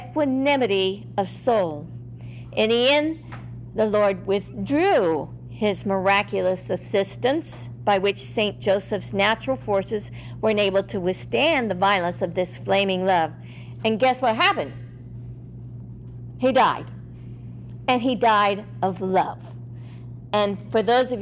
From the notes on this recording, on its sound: In this “live” presentation given to the Secular Order of Discalced Carmelites in Dayton, OH at their general meeting